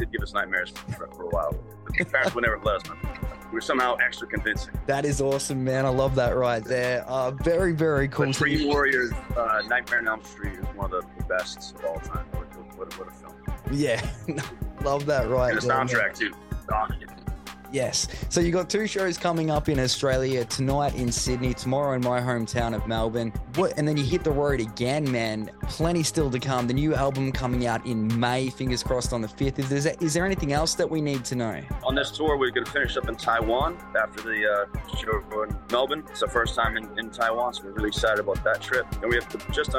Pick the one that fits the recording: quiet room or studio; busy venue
busy venue